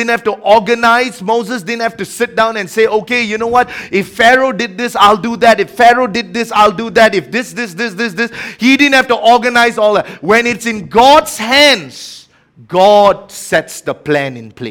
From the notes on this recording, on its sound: A message preached during our Tuesday Evening service.